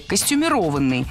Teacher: литературной нормой был вариант с ударением на четвертом слоге «костюмированный».